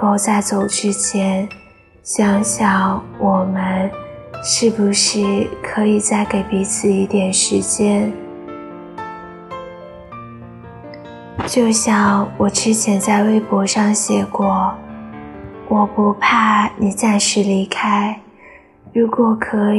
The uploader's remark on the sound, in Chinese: 杂音较大，望见谅